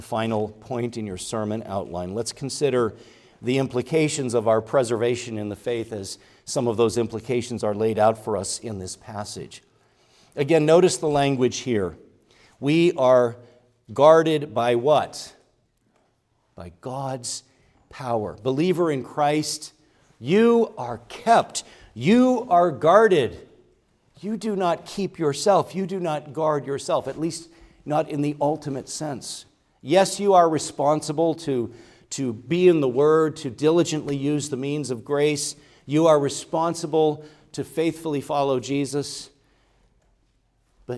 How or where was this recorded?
large echoing room